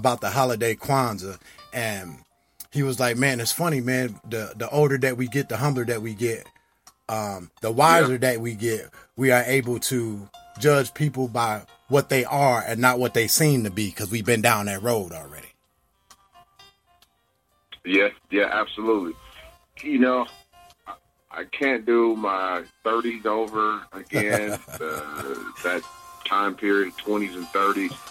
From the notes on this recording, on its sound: Phone interview.